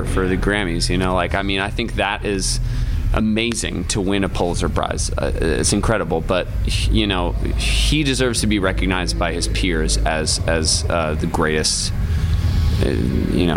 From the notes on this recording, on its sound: Backstage before their sold out show at Chicago&#8217;s Aragon Ballroom. Backstage before their sold out show at Chicago’s Aragon Ballroom.